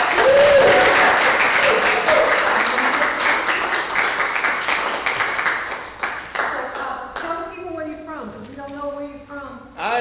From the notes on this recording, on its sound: Live from the Oak Cliff Cultural Center, Dallas Texas. For The Poets Round Table series.